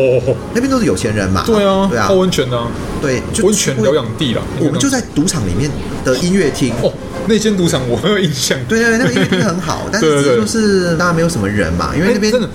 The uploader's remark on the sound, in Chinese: 本集白噪音指數：蚊風級 1/5。錄音地點： BUZZ Cafe & Beer。